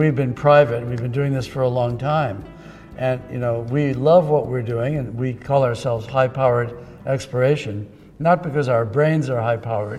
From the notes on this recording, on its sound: Keynote address at the opening ceremonies of AME Remote Roundup.